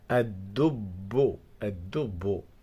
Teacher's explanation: اللام لا تنطق لأنها لام شمسية.